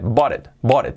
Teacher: La última T de bought, de bought, la T la hacemos como una R suave, bought it, y lo unimos con el it.